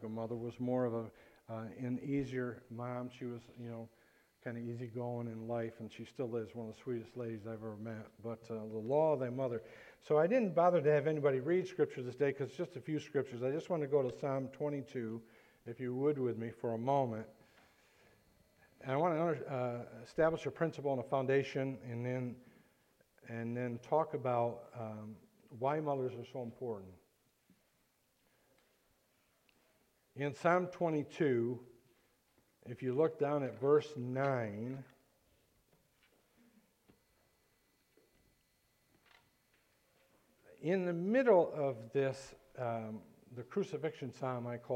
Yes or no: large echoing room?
yes